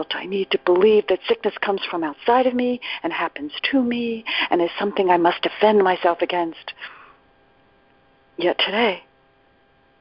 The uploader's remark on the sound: ACIM Daily TEXT Conference Call.